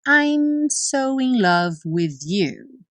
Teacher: o som termina no momento em que os lábios se encontram para fazer o M. Então não tem I'm.